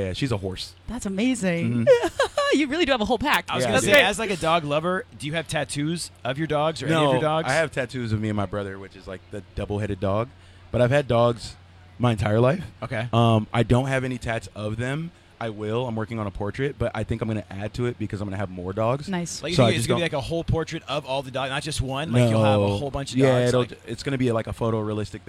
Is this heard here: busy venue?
yes